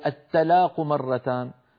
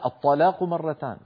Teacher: إن فخمنا التاء صار الطاء، وإن رققنا الطاء صار التاء